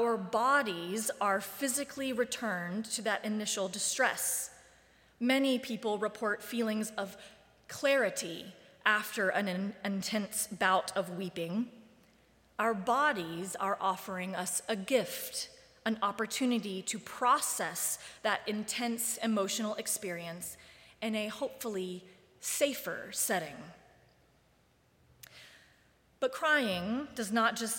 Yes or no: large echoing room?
yes